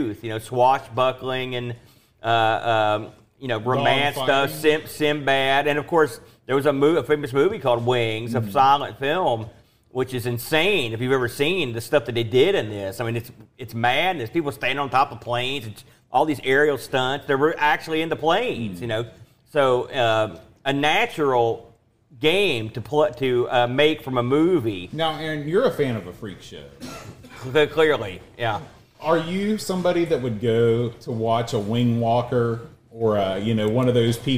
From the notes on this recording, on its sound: LIVE from Boatfest 2023.